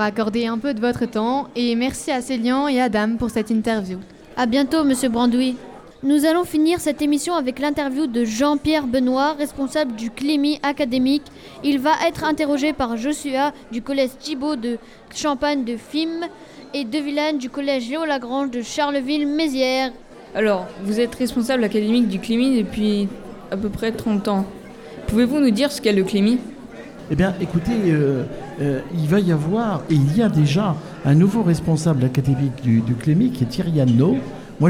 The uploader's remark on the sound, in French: Emission réalisée en direct et en public à l'occasion des 60 ans de l'académie de Reims.